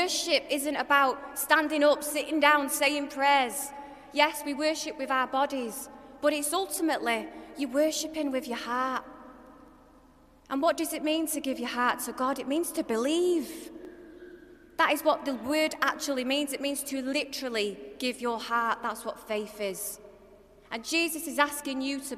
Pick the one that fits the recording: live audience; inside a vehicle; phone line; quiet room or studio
live audience